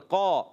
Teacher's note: حرف مستعلیہ کے بعد الف آ جائے تو وہ الف بھی موٹا ہو جاتا ہے